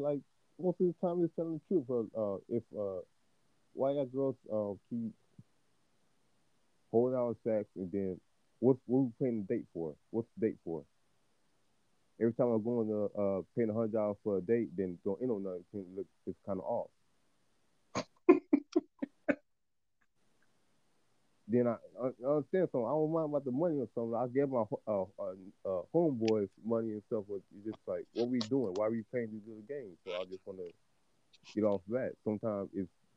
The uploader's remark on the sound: a phone interview with a guest